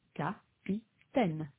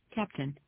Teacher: But when English speakers appropriated this word, they pronounced it in their own way, stressing the first syllable so much that the second syllable disappeared altogether · Shown in: second take